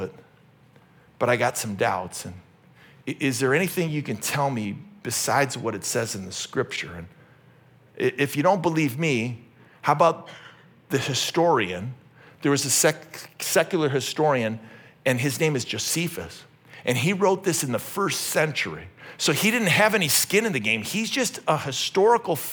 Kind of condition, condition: setting, large echoing room